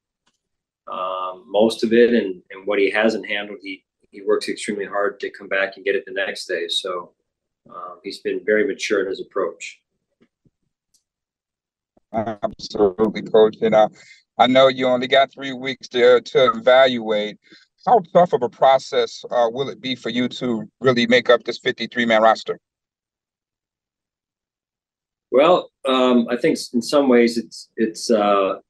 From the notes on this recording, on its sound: addressed the media via Zoom